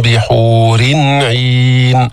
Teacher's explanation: أظهرنا التنوين عند العين لأنه عين، العين حرف حلقي